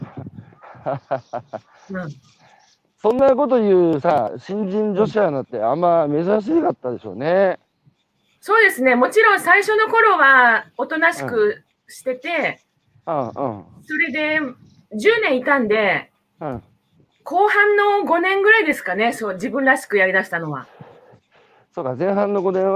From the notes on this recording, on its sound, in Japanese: 歩きながら1時間、対談する。